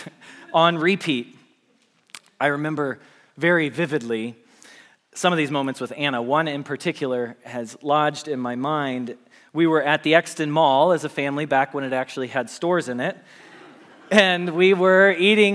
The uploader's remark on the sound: Message Preached at Valley Creek Church.